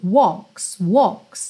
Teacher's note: Atenção aqui, embora a gente tenha esse L, a gente não tem realmente walks, walks, é meio walks, walks, tá? Não precisa colocar a língua no céu da boca, como a gente normalmente precisa para os L's.